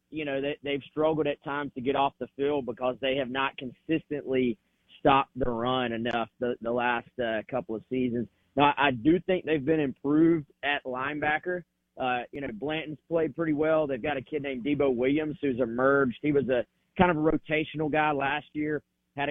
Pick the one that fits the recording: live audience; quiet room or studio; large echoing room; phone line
phone line